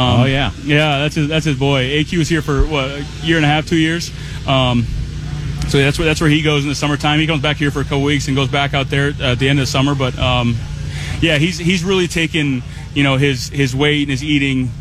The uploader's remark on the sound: live at Training Camp on Friday morning